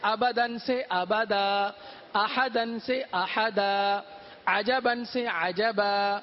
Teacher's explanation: کلمے کے آخری حرف پر دو زبر ہو تو انہیں وقف میں الف سے بدل دیں، جیسے ابدن سے ابدا، احدن سے احدا، عجبن سے عجبا.